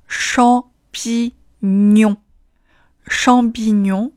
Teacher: 最后两个单词都共有鼻音“哦”，要把嘴打开